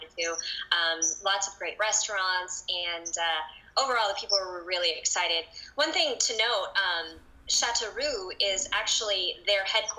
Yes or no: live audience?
no